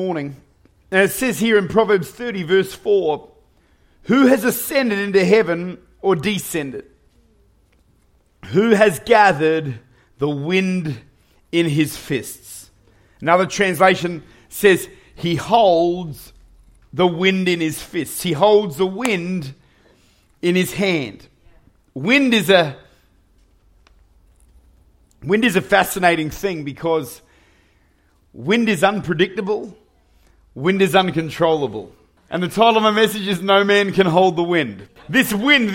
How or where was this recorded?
large echoing room